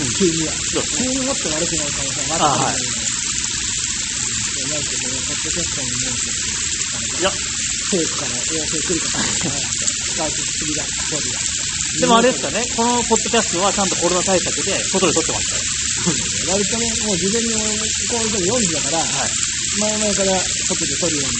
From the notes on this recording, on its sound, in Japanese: すみません、雑音あって聞きづらくなっております。